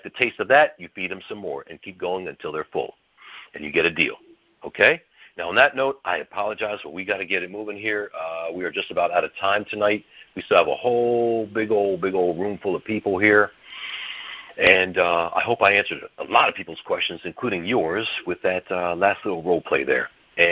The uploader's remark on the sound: Gold Club Q&A Call